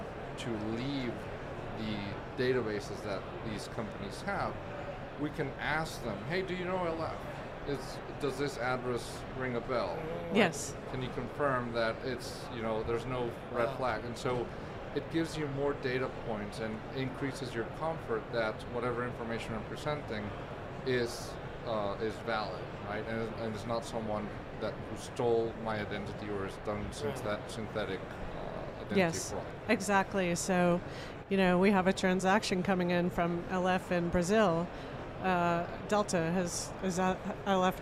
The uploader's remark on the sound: Recorded at Money 20/20 in October 2022